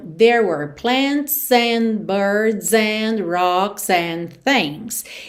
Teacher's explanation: como o S desses plurais vai ligando na próxima palavra · E o D das palavras and não é pronunciado mesmo